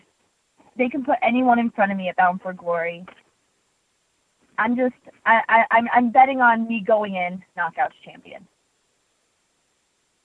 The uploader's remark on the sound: Impact Wrestling's August 9, 2018 media call